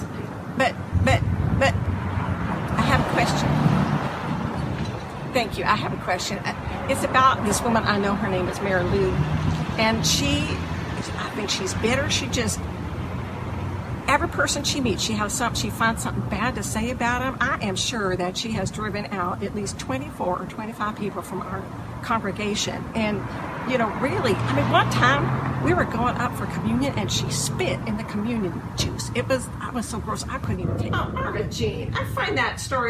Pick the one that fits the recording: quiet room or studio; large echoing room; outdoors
outdoors